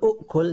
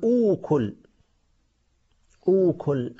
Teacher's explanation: إذا اجتمع همزتان في الأول، الأولى متحركة والثانية الساكنة، لا بد أن نبدل الثانية حرفا مجانسا لحركة الأولى · Shown in: second take · فتقول ما تقول أؤكل، تقول أوكل، أوكل.